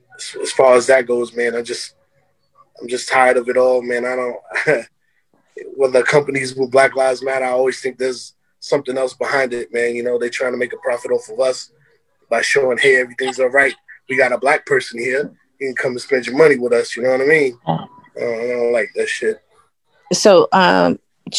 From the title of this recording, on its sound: Zoom Conversation